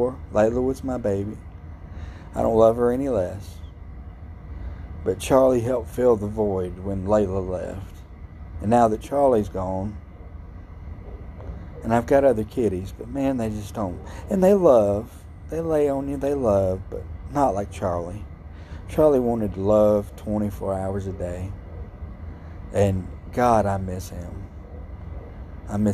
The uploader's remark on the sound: Live from THE GHETTO! Sitting outside at 3am.